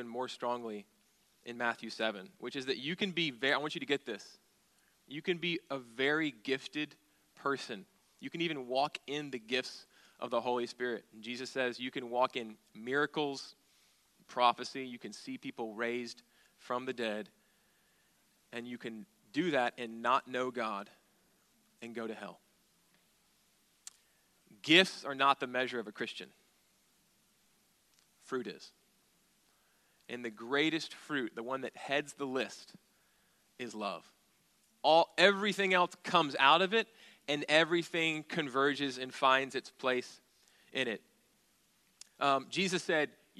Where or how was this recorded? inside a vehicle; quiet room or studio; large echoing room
large echoing room